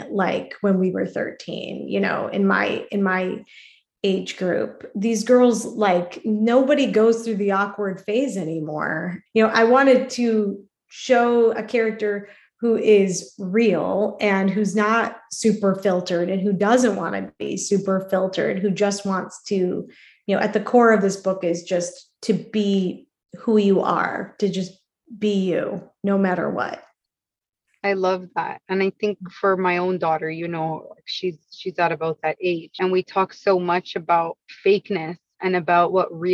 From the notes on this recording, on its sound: Recorded over Zoom during the live virtual launch event. The sound is a bit choppy.